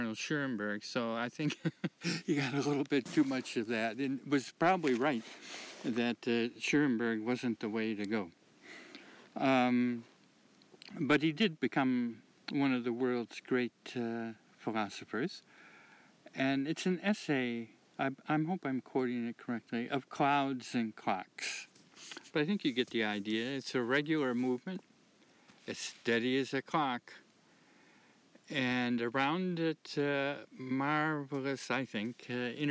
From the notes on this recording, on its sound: I am recording out of doors in the dead of winter, and a half meter of snow.